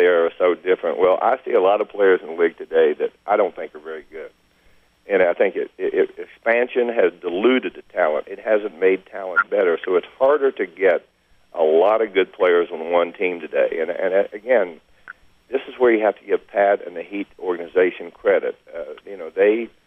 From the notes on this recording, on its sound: Conference Call.